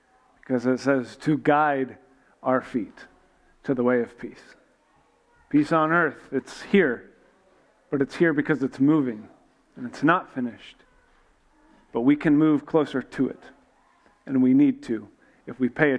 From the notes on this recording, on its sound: This week was a live event built around a narrative arc to prepare us from Christmas Eve. We tried to record as much as we could so you can get a taste of the morning.